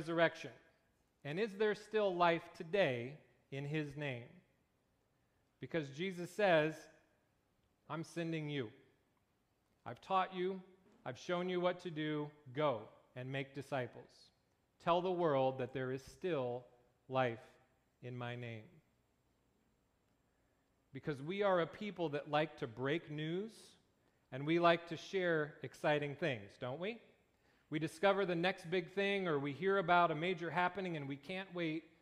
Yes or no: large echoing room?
yes